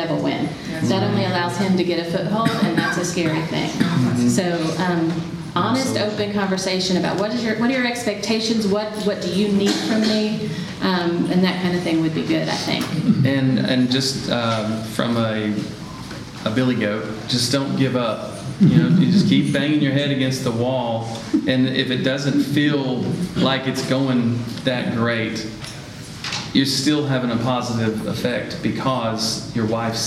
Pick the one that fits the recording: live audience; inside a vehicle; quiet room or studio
live audience